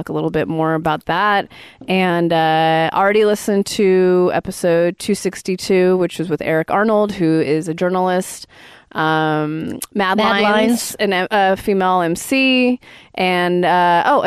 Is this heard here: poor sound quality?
no